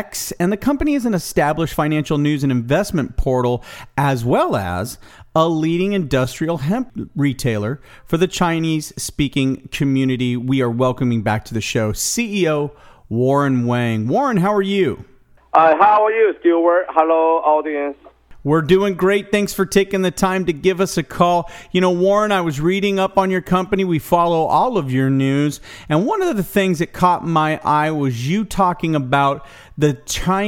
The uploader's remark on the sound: called into SmallCapvoice